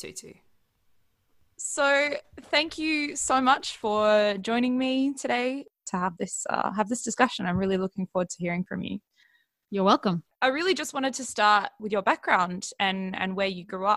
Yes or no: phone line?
no